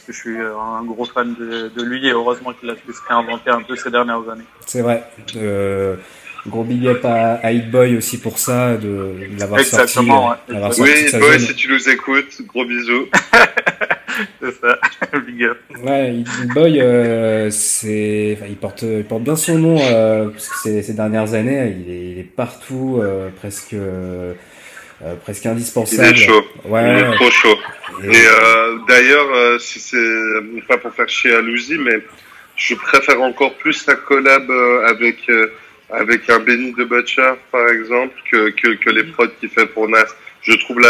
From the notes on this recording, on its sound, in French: du coup on a contacté par téléphone